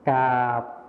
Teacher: ส่วนภาษาถิ่นอีสานนะคะเราจะไม่ใช้คำควบกล้ำรอเรือ